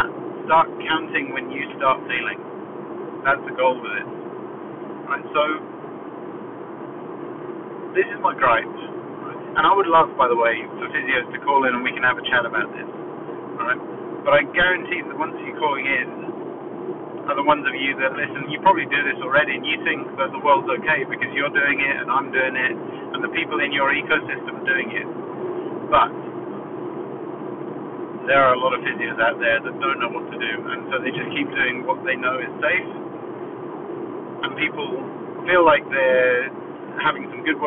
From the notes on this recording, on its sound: Apologies for the audio again